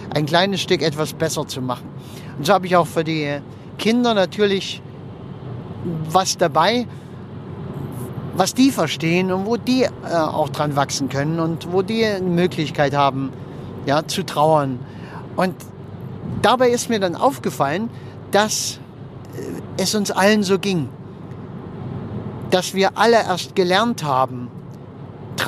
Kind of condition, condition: setting, inside a vehicle